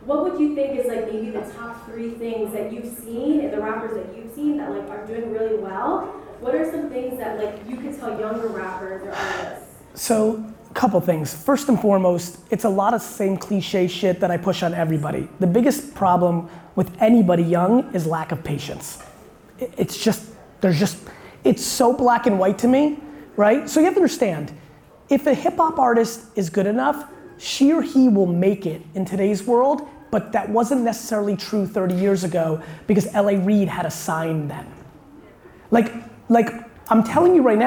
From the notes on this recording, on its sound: A Q&A At Samsung 837's Fall Discovery Series. Really enjoyed doing this keynote and Q&A at Samsung's 837 space in downtown Manhattan.